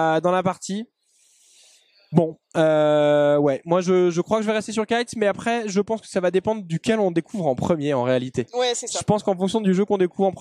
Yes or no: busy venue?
yes